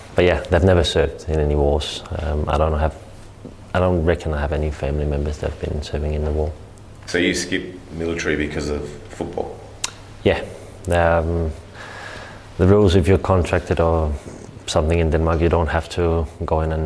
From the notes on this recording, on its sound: Press Conference. Speaks to the media at Coopers Stadium.